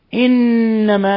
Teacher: إنما نون مشددة تغن مقدار حركتين